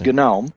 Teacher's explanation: which is spelled like a garden gnome, but you pronounce the G, so it's GNOME.